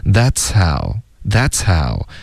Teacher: 这个 H 的音有一点被前面的呲的音盖住了，不太能听出来，可是还在 · Term: 送气